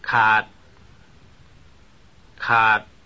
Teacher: This word has a low pitch contour.